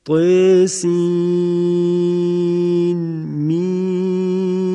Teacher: اظهار کردیم نون رو از انتهای سین نزد میم ابتدای حرف مقطعه میم